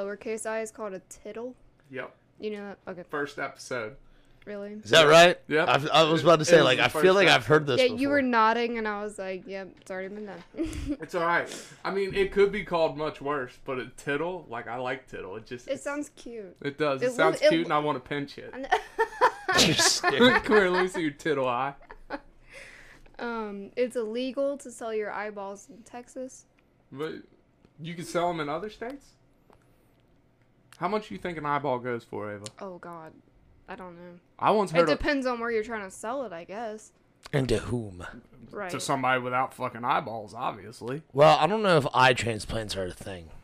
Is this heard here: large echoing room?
no